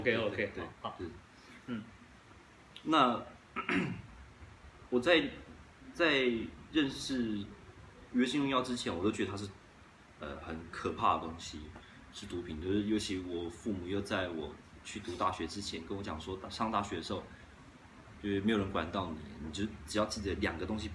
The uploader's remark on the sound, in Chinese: 錄製地點 《在朋友家 小吃吧》。所以，錄影結束之後，我都還問了現場的讀者。